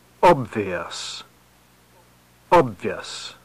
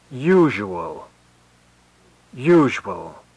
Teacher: Each word is spoken twice, first in full, and then with two syllables compressed into one.